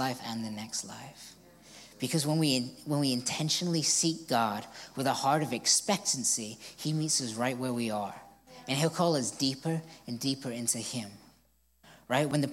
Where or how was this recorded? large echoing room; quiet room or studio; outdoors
large echoing room